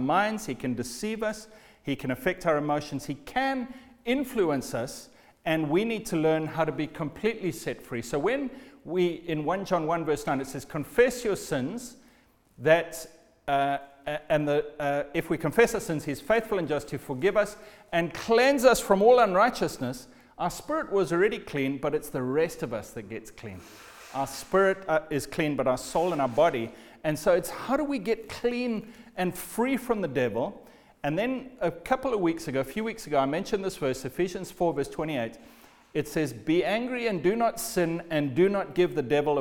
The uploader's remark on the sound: Recorded at the Lighthouse Bible School